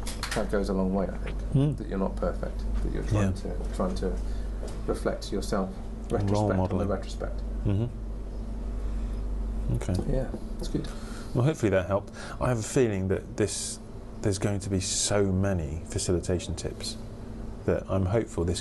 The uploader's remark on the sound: From The Cat & Custard Pot, Shipton Moyne, UK